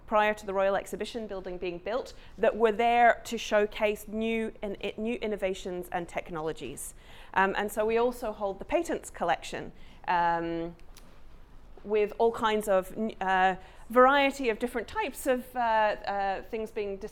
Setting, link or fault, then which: setting, busy venue